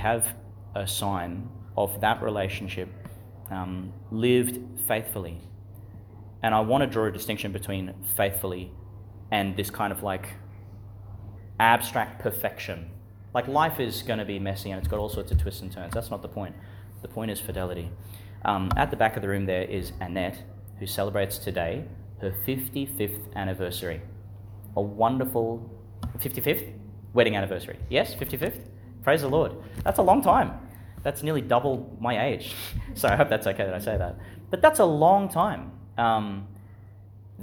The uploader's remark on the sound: Homily for Thursday in the Fifth Week of Eastertide, delivered in the Chanel College Chapel, Gladstone, Qld.